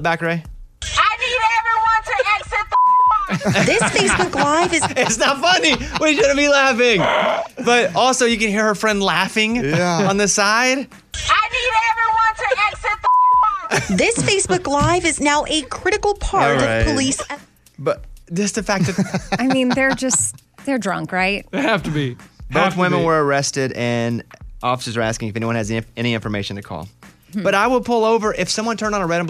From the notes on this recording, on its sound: our listeners called